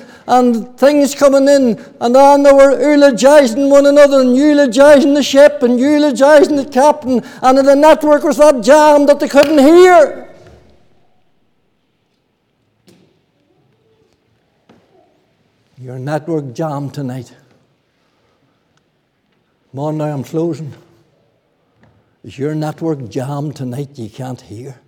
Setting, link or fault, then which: setting, large echoing room